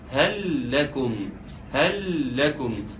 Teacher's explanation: اي حرفين زي بعض، حرف واحد مكرر مرتين، الاول ساكن الثاني متحرك، ادغم وانت مرتاح جدا جدا. فشوف هل لكم، هل بتنتهي بلام ولكم بتبدا بلام، عاوزين نقراها بلام واحده